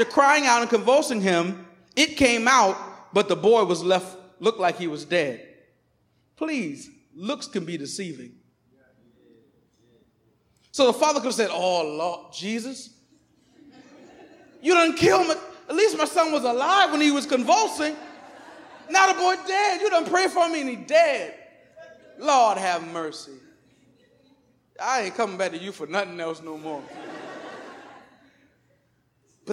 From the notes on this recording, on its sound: Recorded on 2016-09-11 at the 11:30am Service.